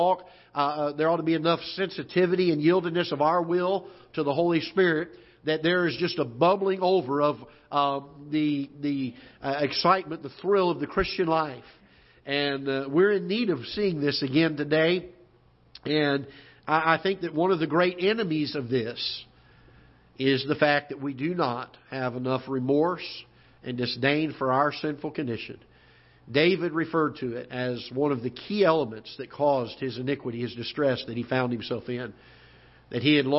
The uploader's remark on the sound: Ketha Heights Baptist Church ~ Live Broadcast